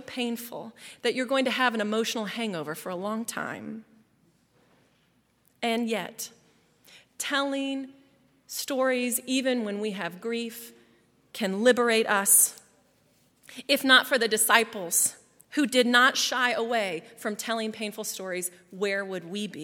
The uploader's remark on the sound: At Highland Baptist Church.